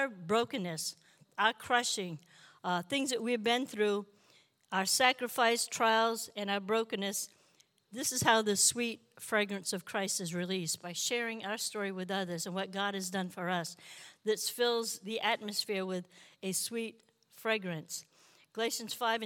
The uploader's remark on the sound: This JAT was recorded live on May 22nd, 2022 at Newark United Pentecostal Church.